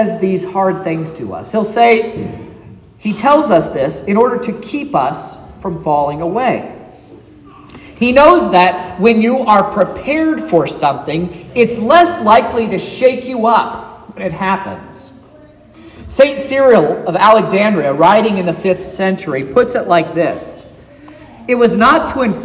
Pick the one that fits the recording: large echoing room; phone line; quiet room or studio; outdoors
large echoing room